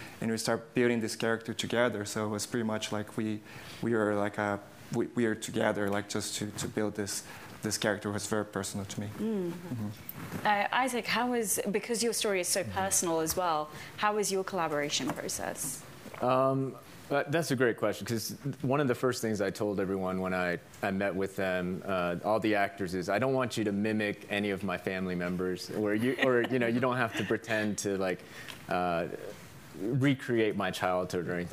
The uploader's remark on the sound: Panel. This episode was recorded on January 26, 2020 in front of a live audience at the SundanceTV HQ on Main Street in Park City, UT during the 2020 Sundance Film Festival.